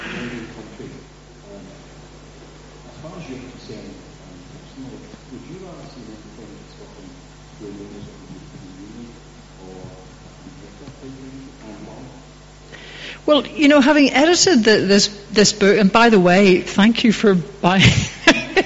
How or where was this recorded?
live audience